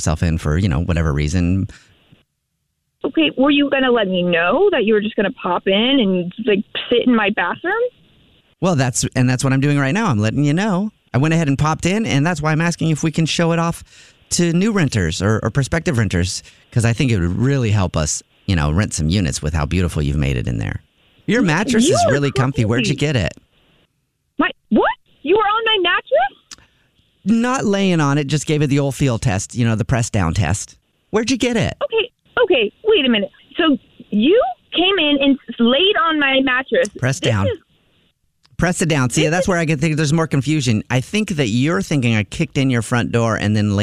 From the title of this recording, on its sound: Phone Prank